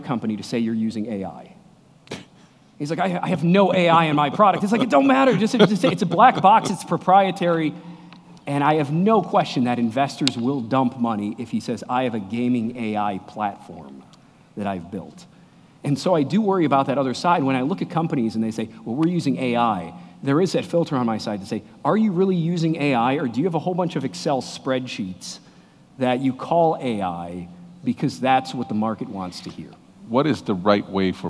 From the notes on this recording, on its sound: Recorded in front of a live audience at Red Ventures.